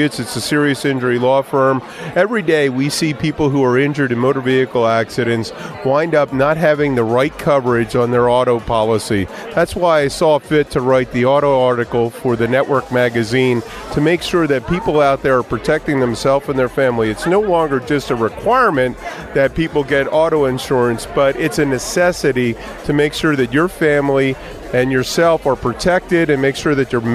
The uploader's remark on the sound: LIVE from the Launch Party of Issue No 3.